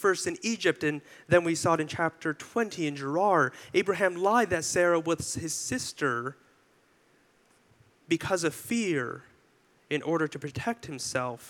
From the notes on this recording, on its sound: delivered this sermon for our July 16, 2023 worship service